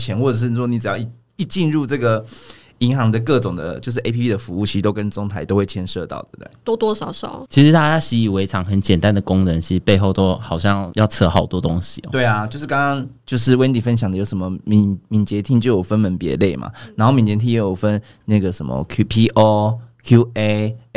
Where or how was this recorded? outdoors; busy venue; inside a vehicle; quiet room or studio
quiet room or studio